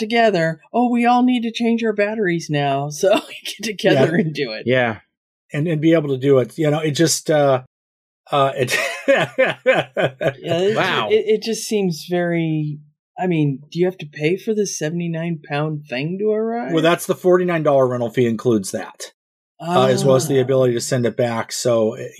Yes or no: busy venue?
no